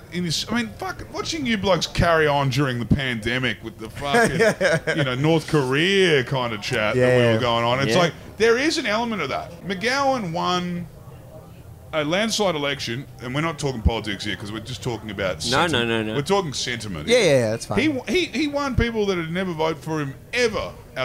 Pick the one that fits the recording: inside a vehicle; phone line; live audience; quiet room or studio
live audience